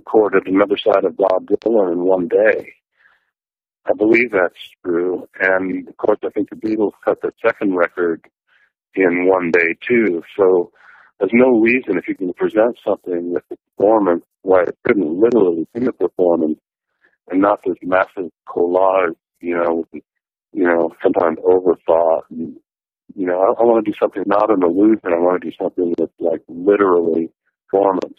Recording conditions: phone line